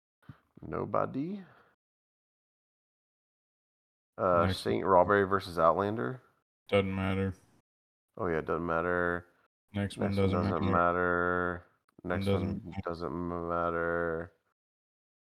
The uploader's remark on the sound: Half the audio went missing, we barely edited.